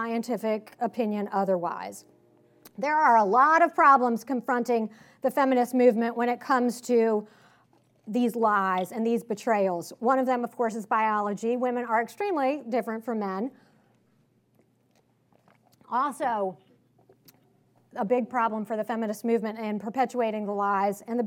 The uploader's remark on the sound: Recorded at the 2019 Western Women's Summit hosted by the Clare Boothe Luce Center for Conservative Women in Santa Barbara CA on April 5, 2019. Her remarks were recorded at the 2019 Western Women's Summit hosted by the Clare Boothe Luce Center for Conservative Women in Santa Barbara CA.